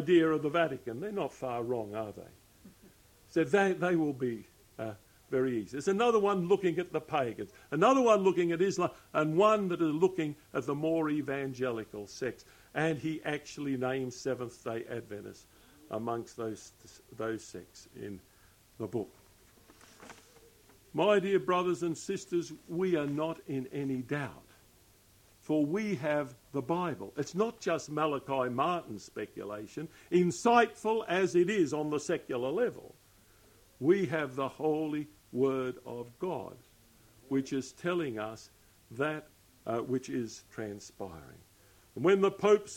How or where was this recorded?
large echoing room